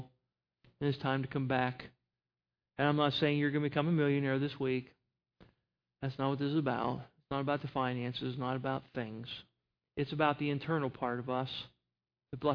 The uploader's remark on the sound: At Northside Baptist Church of Elkhart, Indiana.